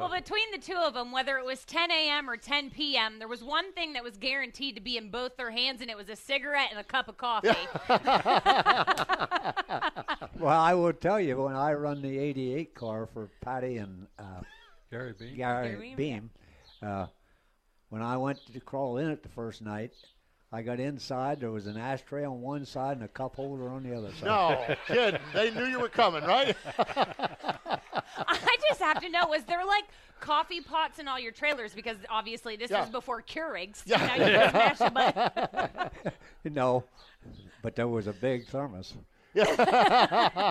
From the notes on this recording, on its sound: LIVE at Port Royal Speedway for the Weikert’s Livestock Winged Nation, presented by Folkens Bros Trucking & Red Brand Fence!!